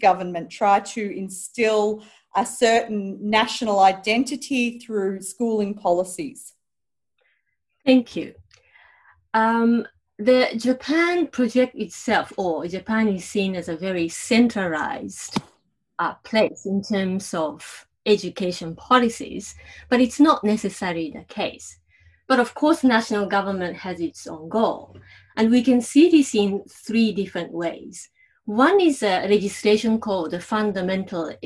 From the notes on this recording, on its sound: Recorded live via zoom.